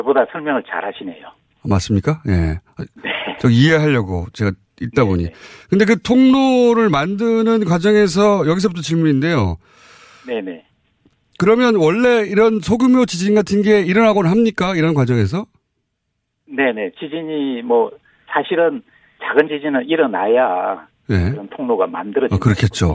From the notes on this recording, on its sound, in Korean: 전화연결